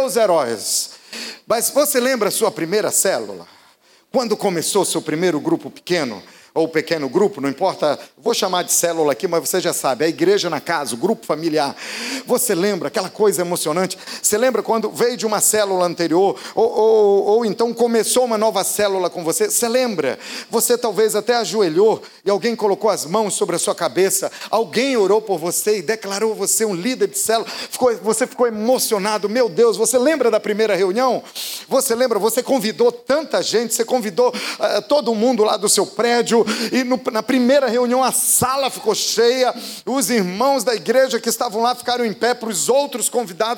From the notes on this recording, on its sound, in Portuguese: Podcast gravado na PAES Piedade no dia 03/12/2018